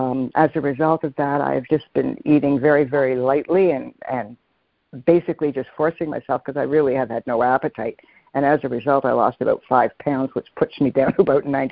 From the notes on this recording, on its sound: Students are joining together on a Free Conference Call to study A Course of Love [ACOL].